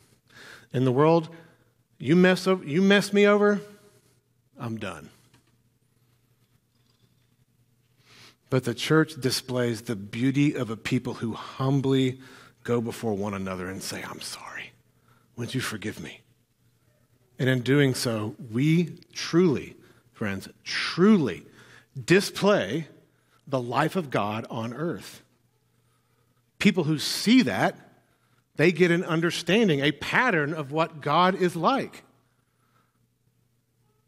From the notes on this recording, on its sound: filled the pulpit at NPC this morning